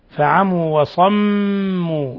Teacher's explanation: ميم مشددة في وصموا تغن مقدار حركتين